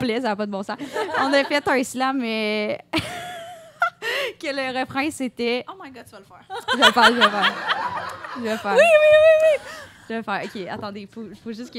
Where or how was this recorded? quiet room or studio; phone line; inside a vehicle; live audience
live audience